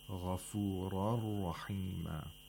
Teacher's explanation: Idgham of Noon Sakina into Ra, which is Bila Ghunnah. There's no nasalization.